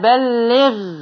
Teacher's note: هذه الغين مفخمة تفخيما نسبيا